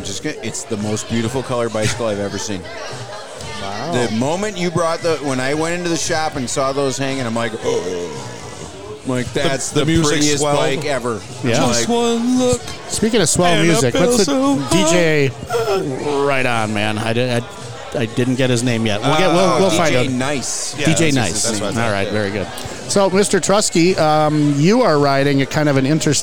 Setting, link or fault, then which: setting, busy venue